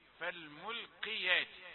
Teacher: ننبه إلى القاف في فالملقيات، هي مفخمة ولكن في الدرجة الأخيرة، فالملقيات لا تفخمها أكثر من ذلك.